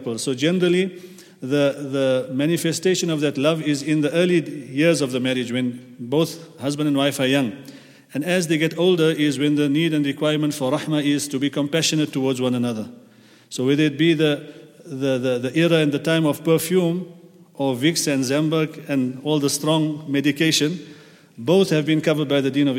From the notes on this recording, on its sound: at the Houghton Masjid (West Street)